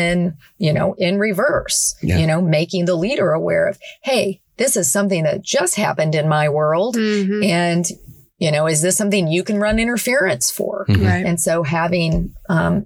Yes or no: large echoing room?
no